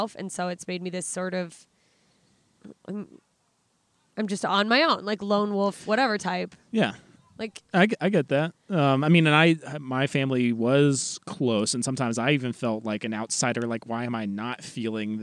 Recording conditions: outdoors